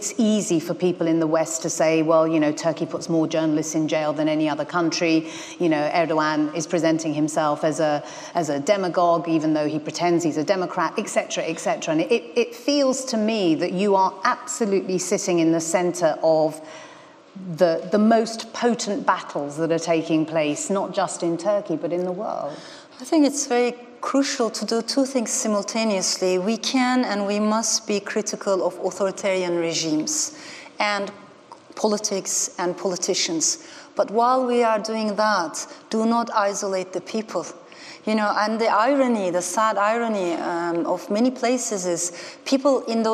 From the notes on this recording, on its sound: in this podcast from the 2019 Festival of Ideas